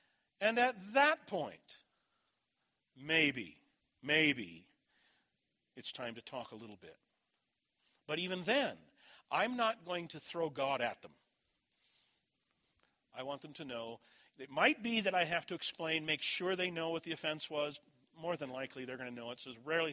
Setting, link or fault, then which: setting, large echoing room